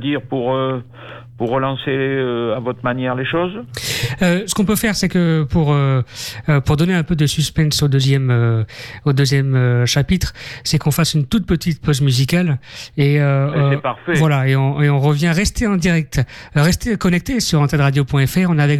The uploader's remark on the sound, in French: En direct et par téléphone